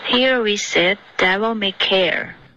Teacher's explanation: 这个 devil 的 v 再震动的稍微清楚一点